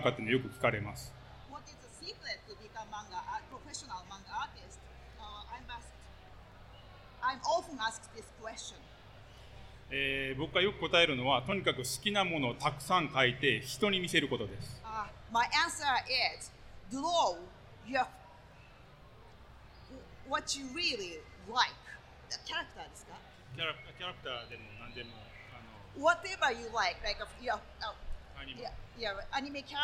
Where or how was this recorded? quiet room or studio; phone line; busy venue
busy venue